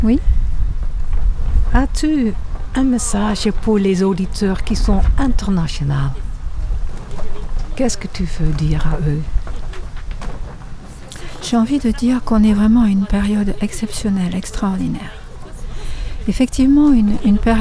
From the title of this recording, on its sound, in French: En Direct Du Bhakti Om Festival